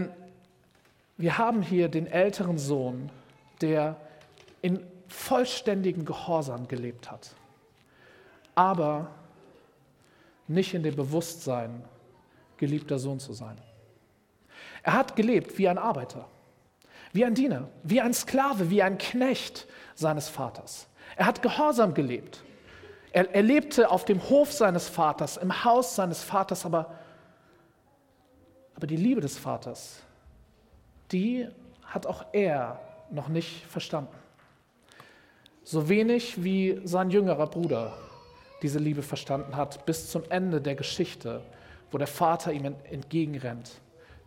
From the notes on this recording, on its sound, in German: Predigt im Rahmen des GreifBar+ Gottesdienstes